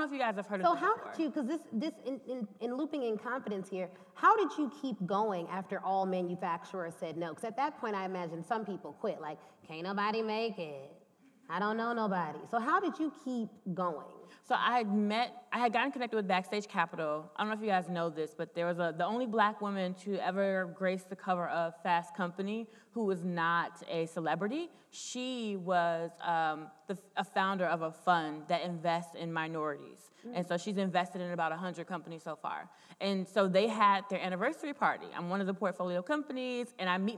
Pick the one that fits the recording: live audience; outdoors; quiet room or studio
live audience